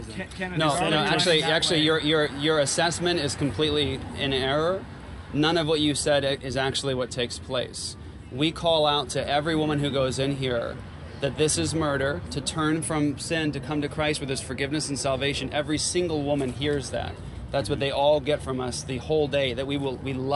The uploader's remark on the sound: Actual audio from our on the street evangelism outside of the local Planned Parenthood. We were confronted by some professing Christians who claimed that we were not being loving.